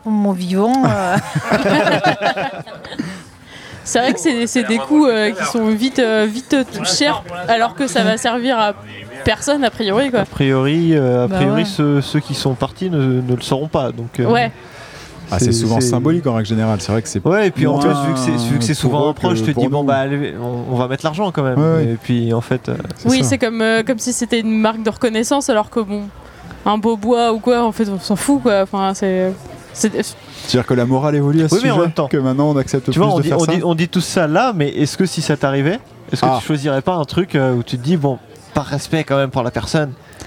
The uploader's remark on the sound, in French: Cet épisode enregistré au Pisse Mémé à La Roche Bernard en Bretagne. Dans ce très chouette café atelier associatif.